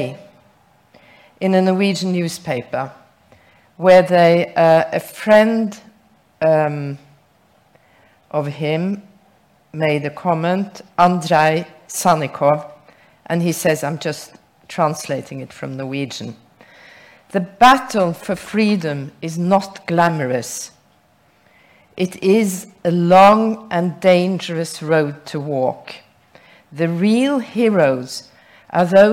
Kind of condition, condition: setting, large echoing room